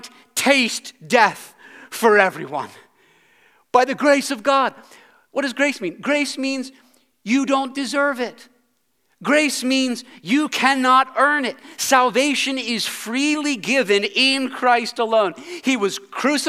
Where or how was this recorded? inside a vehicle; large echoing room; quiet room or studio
large echoing room